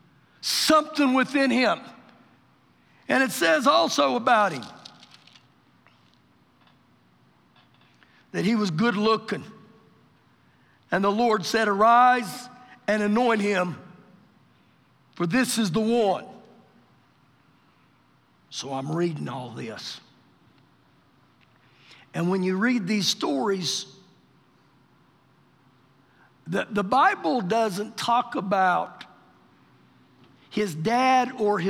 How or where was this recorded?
large echoing room